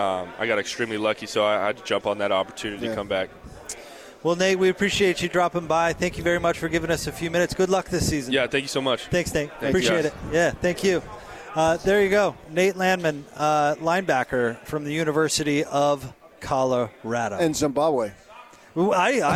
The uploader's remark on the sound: LIVE from Pac-12 Media Day in Los Angeles, CA.